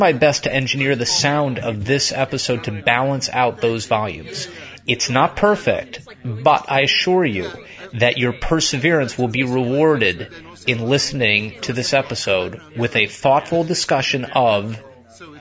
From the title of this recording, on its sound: Visits Stan Lee's Comikaze 2014 Entertainment Expo